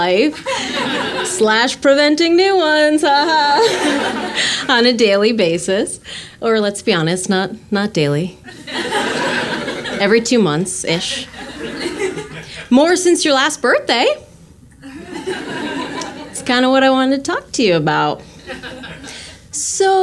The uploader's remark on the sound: Recorded live from UCB-Franklin in Los Angeles.